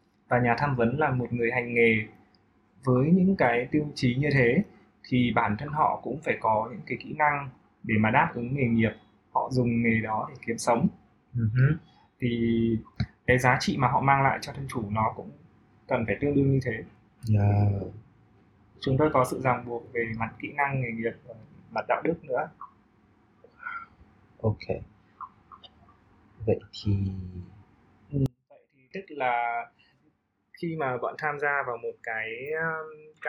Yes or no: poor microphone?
yes